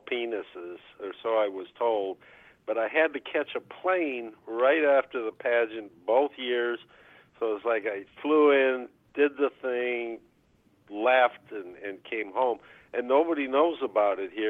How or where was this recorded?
phone line